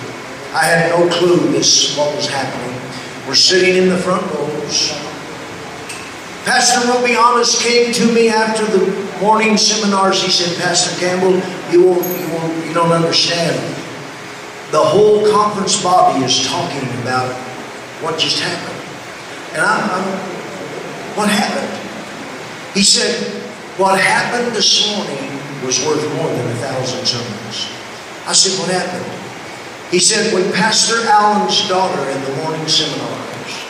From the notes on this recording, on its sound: LOW SOUND QUALITY